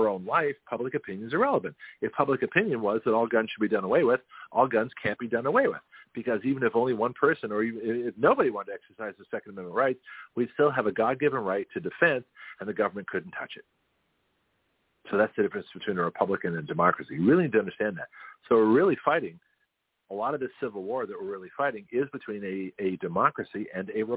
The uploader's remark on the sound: We had a power failure and I had to call in to my own show by phone.